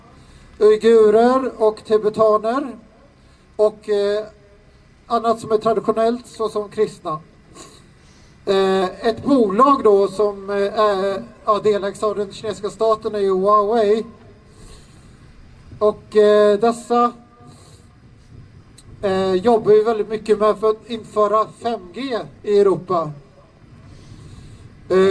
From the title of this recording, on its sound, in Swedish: talar på Mynttorget 3 februari 2019